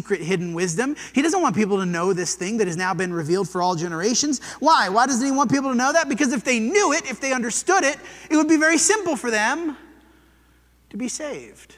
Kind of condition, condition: setting, large echoing room